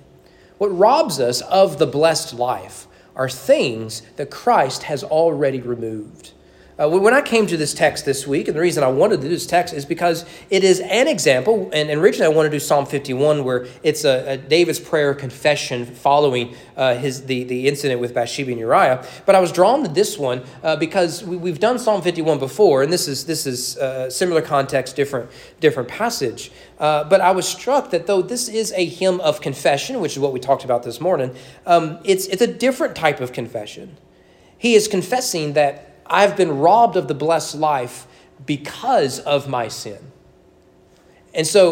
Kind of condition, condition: setting, large echoing room